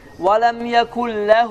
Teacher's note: Deməli, bu da mettəbinin əlamətidir, mettəbidir. Uzatma miqdarı 2 hərəkədir. Və bu, həmişə özündən əvvəl olan dammanı uzadır, unu uzadır.